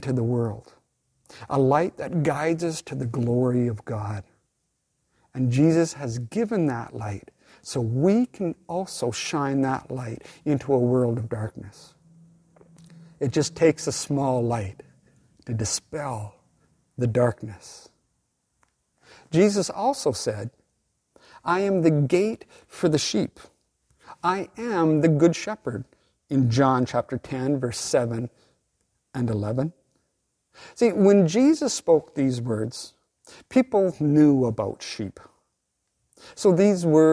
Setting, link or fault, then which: setting, large echoing room